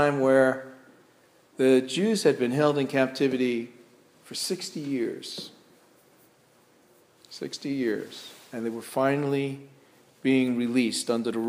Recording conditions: large echoing room